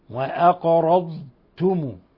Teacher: فالضاد حرف استطالة وحرف استعلاء وحرف اطباق، فلنحذر إضغامه في التاء